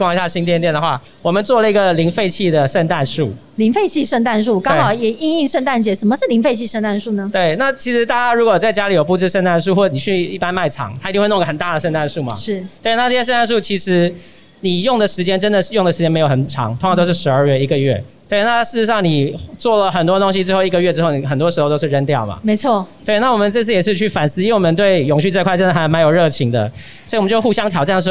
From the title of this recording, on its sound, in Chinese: 2021 Energy Taiwan智慧能源週-Live Podcast